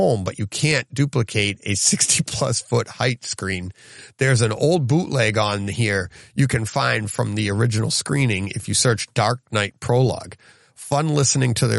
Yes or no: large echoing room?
no